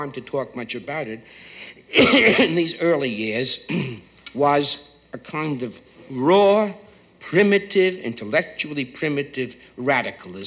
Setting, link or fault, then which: setting, large echoing room